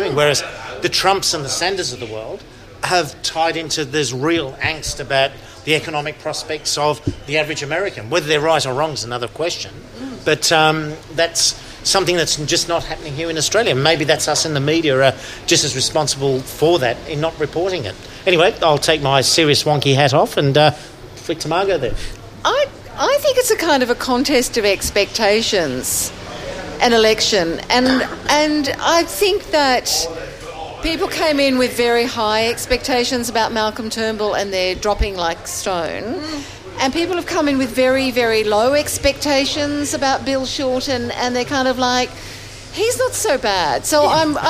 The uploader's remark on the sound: This episode was recorded in front of a live audience at the Hurstville Ritz Hotel.